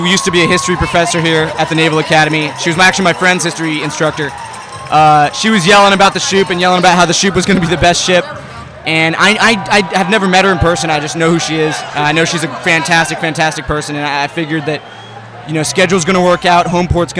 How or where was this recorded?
busy venue